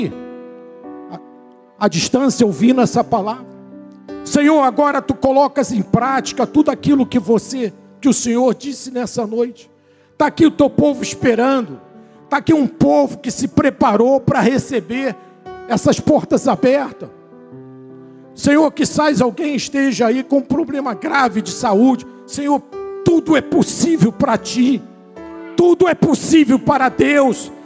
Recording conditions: large echoing room